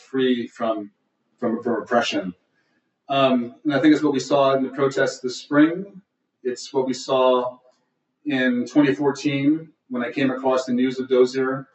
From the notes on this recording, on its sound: It was, in fact, our very first virtual event of the pandemic